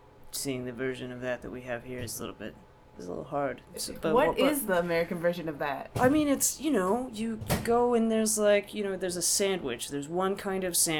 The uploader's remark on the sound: Recorded 6/20/2015 at the Sinclair in Cambridge, MA